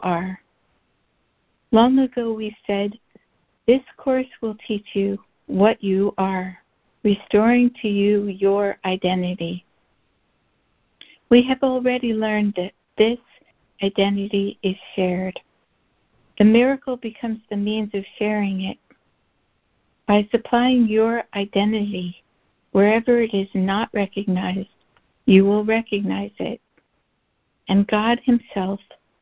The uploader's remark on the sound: ACIM Daily Conference Call